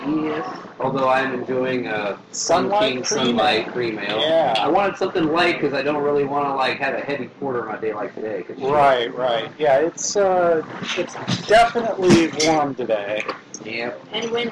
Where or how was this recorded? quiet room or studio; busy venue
busy venue